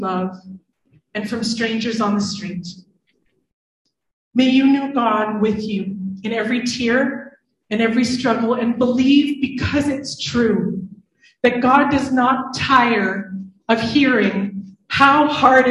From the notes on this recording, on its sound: IN this live service